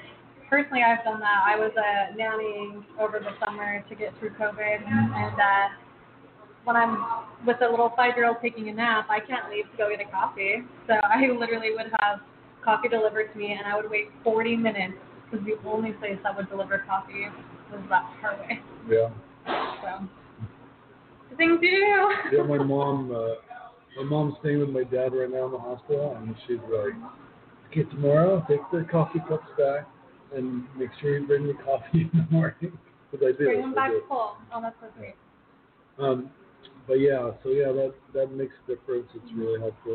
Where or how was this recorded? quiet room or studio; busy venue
busy venue